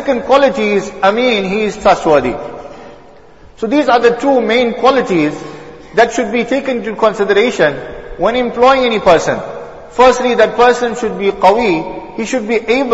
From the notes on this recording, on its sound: Jumuah lecture